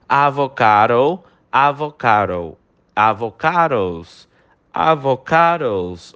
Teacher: O D dessa palavra, avocado, né? Que a gente falaria assim no português, ele tem um som de R